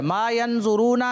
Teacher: एक अलीफ यानी दो हरकत के बराबर रूफ मद्दा को पढ़ा जाता है · Term: वाव मद्दा